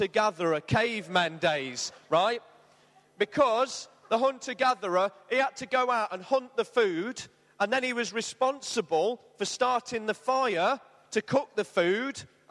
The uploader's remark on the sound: Arena Church, Ilkeston